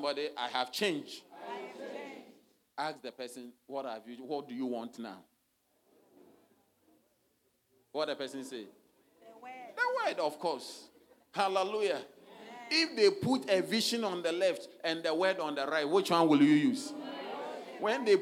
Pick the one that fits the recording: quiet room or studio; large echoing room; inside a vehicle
large echoing room